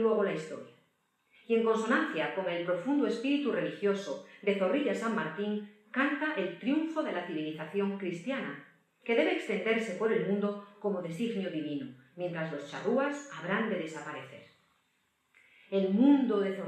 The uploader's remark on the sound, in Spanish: La conferencia fue grabada en el Teatro de la Zarzuela en marzo de 2022.